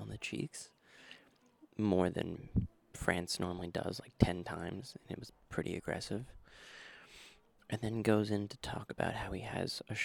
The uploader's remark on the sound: Sorry for the windy parts. Should have brought a sock.